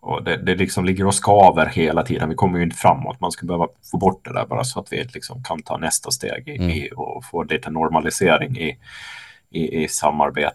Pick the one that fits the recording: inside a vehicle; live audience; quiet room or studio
quiet room or studio